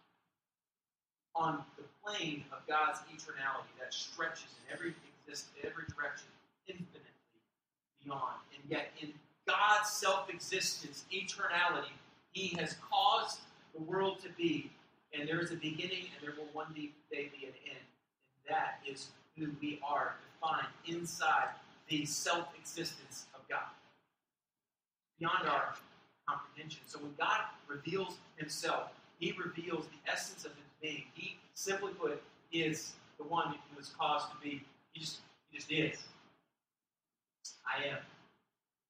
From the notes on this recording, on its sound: We apoligize for the quality of the audio on this particular message. The message was recorded off of a secondary mic.